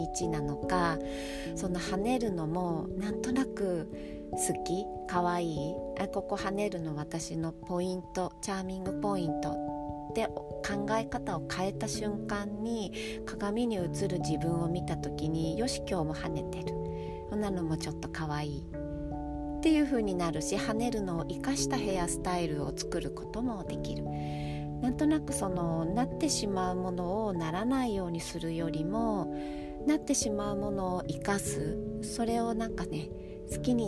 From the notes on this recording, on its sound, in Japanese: いつもの河川敷で録音しております。